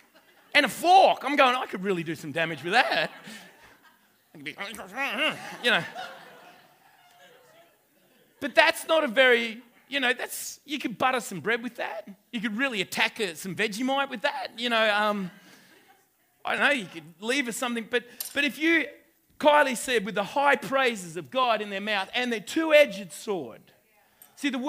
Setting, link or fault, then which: setting, live audience